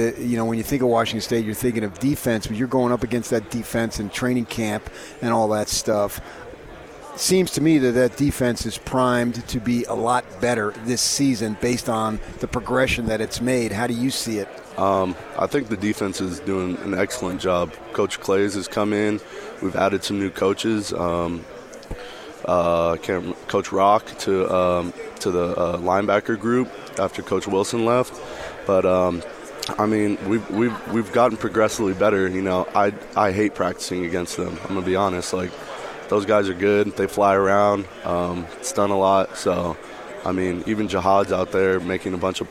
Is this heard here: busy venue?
yes